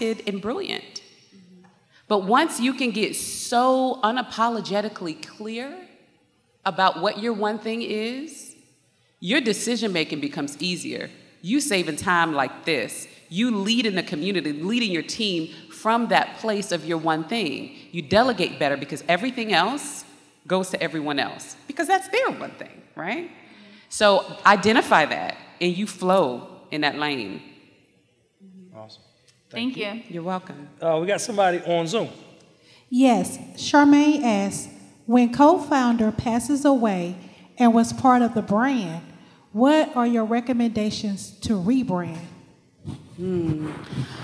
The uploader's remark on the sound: TSP Live 2022. Answers different questions from the audience. So, jump into this Q & A session.